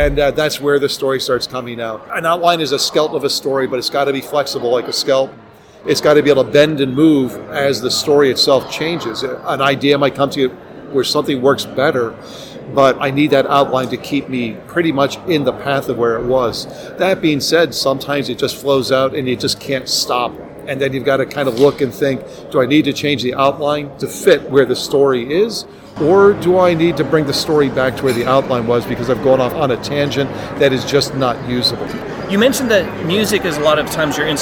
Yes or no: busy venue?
yes